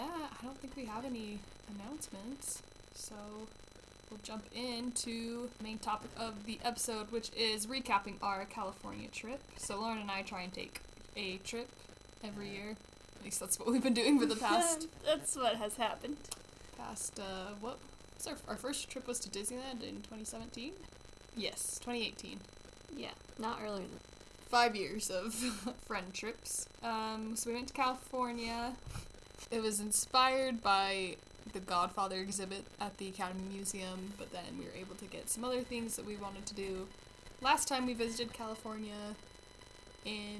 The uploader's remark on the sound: Apologies in advance for the poor recording quality.